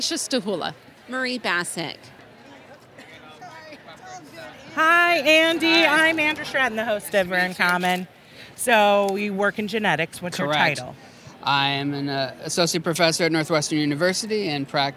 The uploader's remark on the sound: On the floor at the American College of Medical Genetics and Genomics (ACMG) annual meeting in Seattle. As the team walked around the conference.